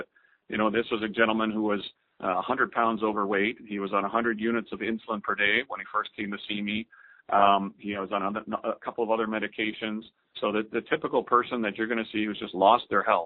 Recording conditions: phone line